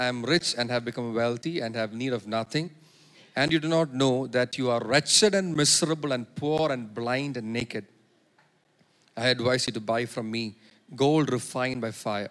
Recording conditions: large echoing room